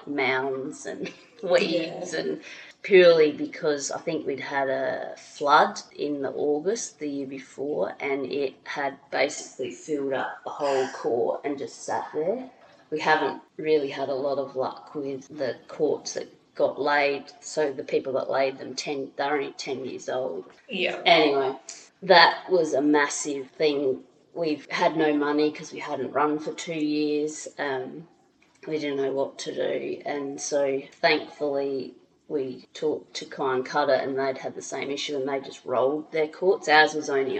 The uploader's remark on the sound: There's a little echo in this one, so please bear with us.